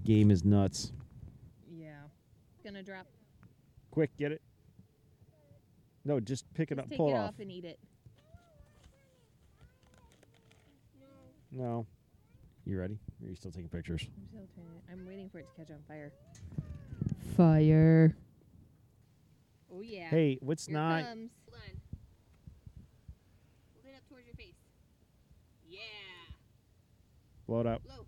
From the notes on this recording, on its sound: Take the show on the road, so to speak, opting to record around the family fire pit. If recording outdoors in close proximity to open flames didn't up the degree of difficulty enough, add to the mix their four kids busily making s'mores.